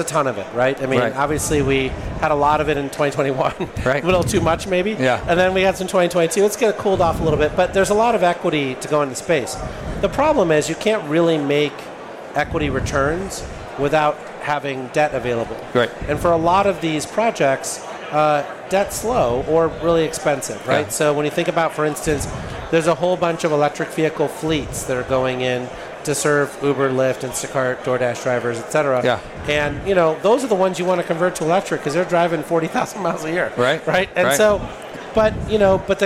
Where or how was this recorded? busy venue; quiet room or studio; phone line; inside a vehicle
busy venue